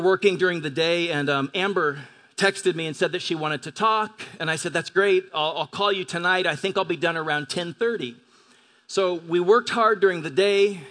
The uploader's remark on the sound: At Grace Church of La Verne. At Grace Church of La Verne.